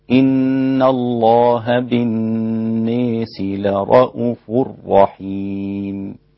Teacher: يقرأها بإمالة الناس مع حذف الواو في رؤوف، فيصير النطق هكذا إن الله بالناس لرؤوف رحيم، تمام.